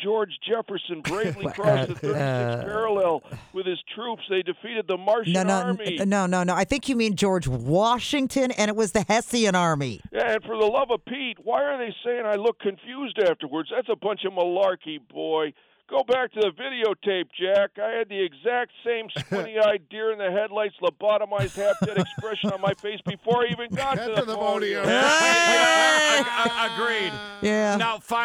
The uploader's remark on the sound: He called in this morning to catch up for the first time in 2024.